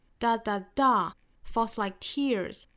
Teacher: like 这个词也要把它调子要降下来 · Term: 弱读